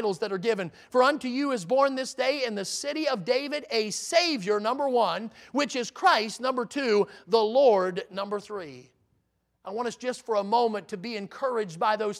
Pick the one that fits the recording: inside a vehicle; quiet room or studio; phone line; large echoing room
large echoing room